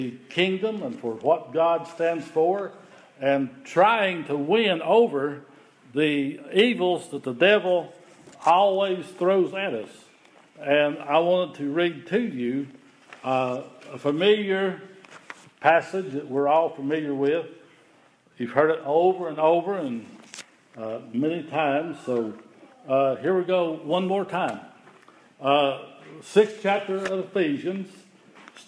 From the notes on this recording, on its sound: The following is an audio recording of the Sunday Worship Service at Persia United Methodist Church in Rogersville, TN.